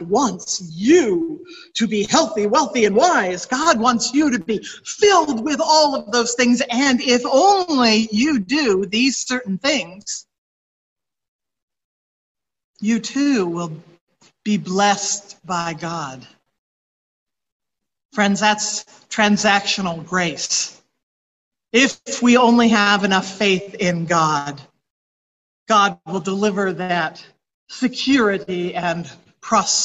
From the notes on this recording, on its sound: Recorded from Zoom.